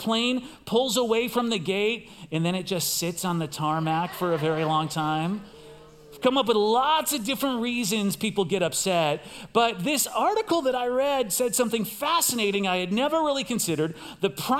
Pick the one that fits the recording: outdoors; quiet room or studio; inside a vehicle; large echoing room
large echoing room